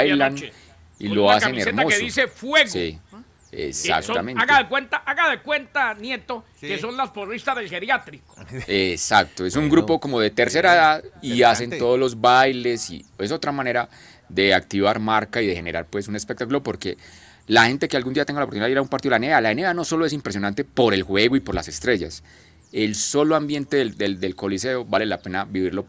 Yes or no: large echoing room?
no